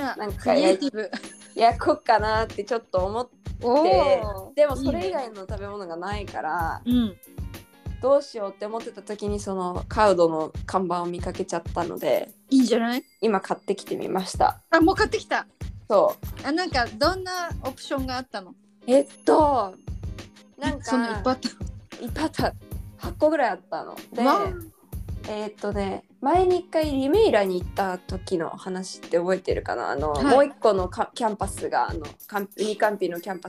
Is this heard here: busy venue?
no